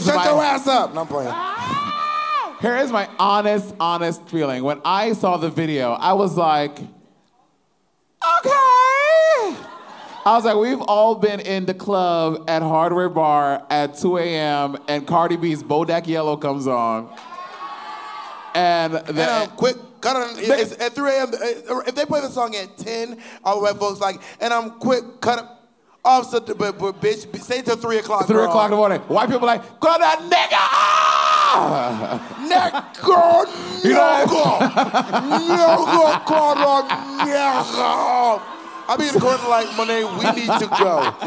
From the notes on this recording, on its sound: This week the girls are LIVE at Sony Hall